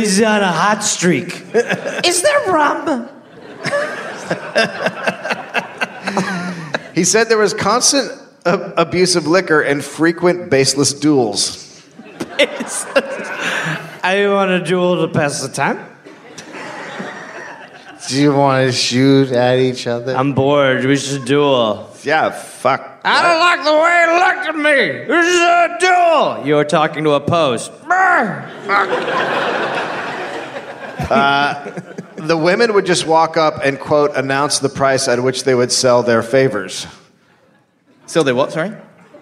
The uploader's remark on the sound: Live in Australia. Live from Adelaide, Australia.